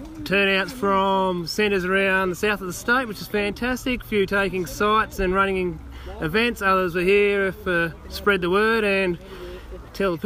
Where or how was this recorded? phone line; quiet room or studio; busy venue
busy venue